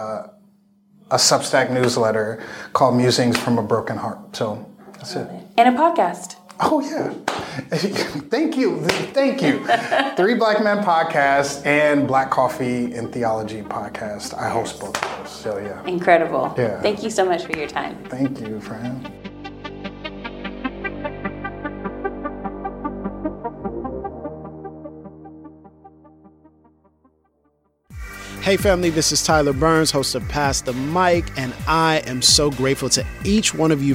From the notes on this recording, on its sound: Backstage at Joy and Justice 2023.